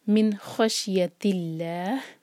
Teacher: یہاں پر ہم ہا کو سکون دیں گے تو یہ ہوگا مد عارض لسکون، تو ہمیں چار حرکہ لمبا کرنا ہوگا